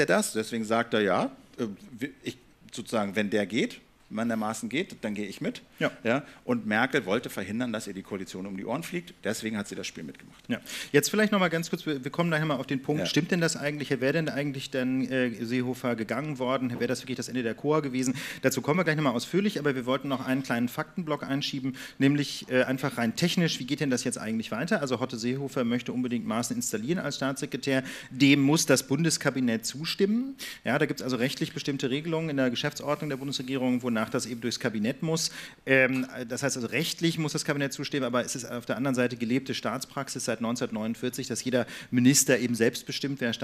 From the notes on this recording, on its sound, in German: Die Lage der Nation live bei "Das ist Netzpolitik!" (14np). In der Berliner Volksbühne können die Zuschauer der "Das ist Netzpolitik!"-Konferenz live dabei sein. Vor Publikum.